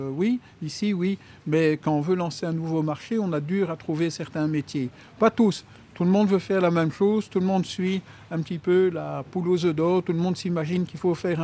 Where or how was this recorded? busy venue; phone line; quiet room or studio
busy venue